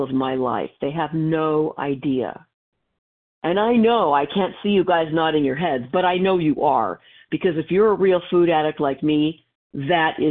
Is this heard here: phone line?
yes